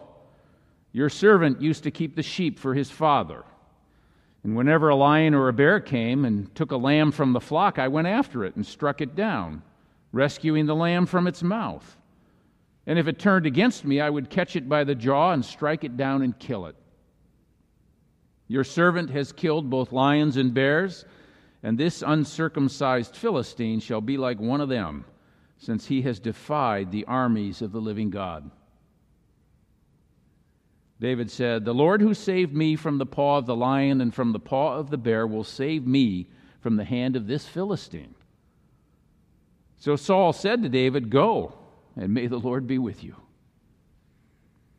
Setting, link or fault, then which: setting, large echoing room